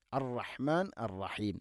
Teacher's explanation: റായിനെ തക്രീർ എന്ന ആസിഫത്ത് കൂടുതലായി പോവാതെ ശ്രദ്ധിക്കണം. അർ റഹ്മാനുർ റഹീം എന്നല്ല, ഹുവർ റഹ്മാനുർ റഹീം ഇങ്ങനെ ഉച്ചരിക്കണം.